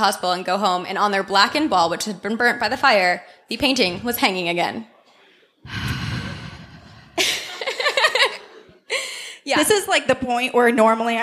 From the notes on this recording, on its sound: We were fortunate enough to have a live show at the Outlier Podcast Festival in September of 2018.